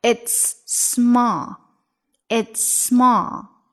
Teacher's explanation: It's 一直过渡到 small. It's 的时候，最后结尾是 S，然后到 small 的开头是 S，所以这里一定是有一个小小的连读的。It's small.但注意呢，一定不能把时间给短了哈，你不能 It'ssmall，那就不好听了。It's small.